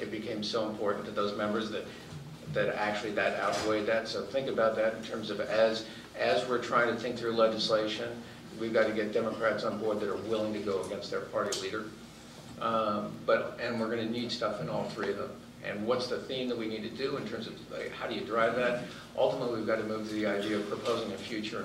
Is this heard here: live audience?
yes